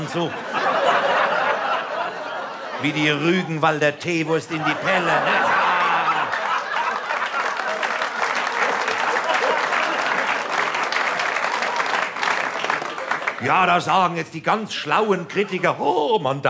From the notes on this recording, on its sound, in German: Format: Original Recording. Diese Sammlung enthält die Live-Mitschnitte zu seinen drei Soloprogrammen.